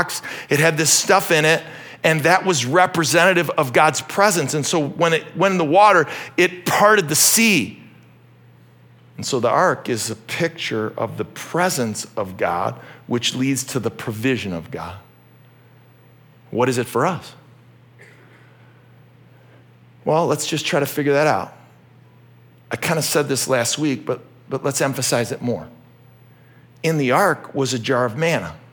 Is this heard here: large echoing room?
yes